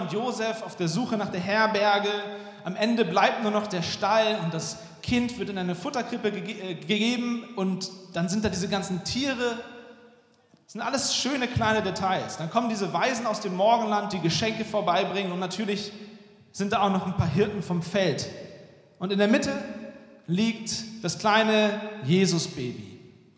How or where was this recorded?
large echoing room